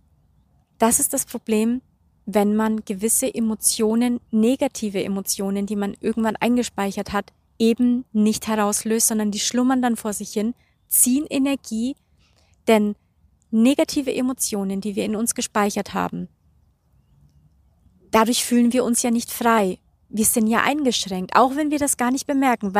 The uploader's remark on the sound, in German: Diese Podcastfolge wurde noch in Südafrika aufgenommen und enthält also, trotz des schweren Themas, wundervolle Energien und Naturgeräusche.